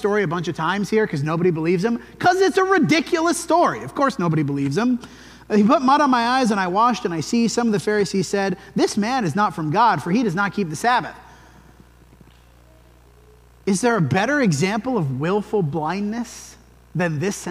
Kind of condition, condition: setting, large echoing room